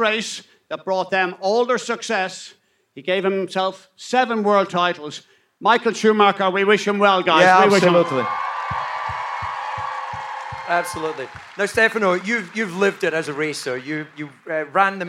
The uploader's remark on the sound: LIVE AT SILVERSTONE. Live on stage at the British Grand Prix. Recorded & Edited by New Strange.